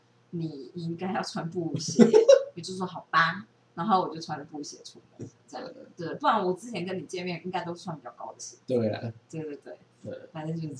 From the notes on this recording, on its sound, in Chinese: 為什麼最近錄音聲音都好小